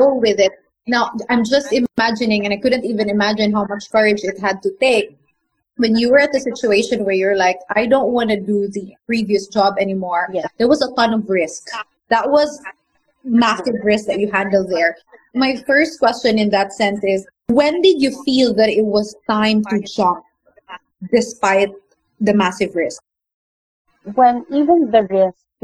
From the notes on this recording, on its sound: The audio of this interview isn't the best.